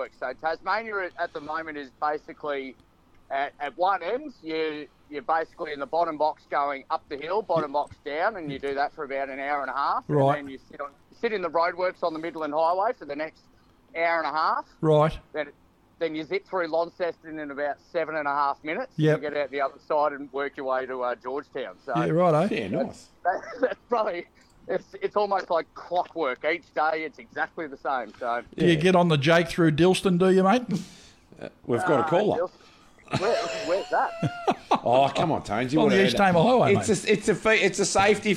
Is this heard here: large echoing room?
no